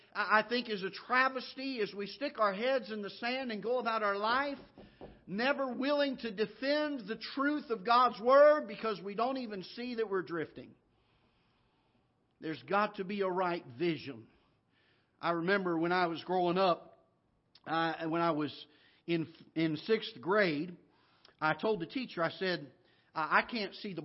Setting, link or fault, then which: setting, large echoing room